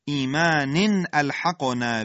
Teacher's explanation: اظهار تنوین در حمزه و حمزه خشک و محکم